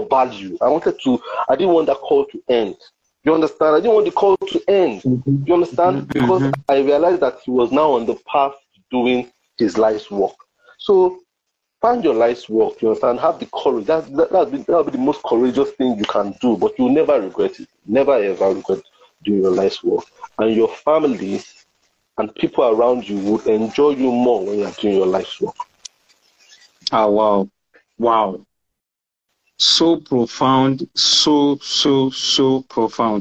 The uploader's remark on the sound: on Instagram Live for an enlightening conversation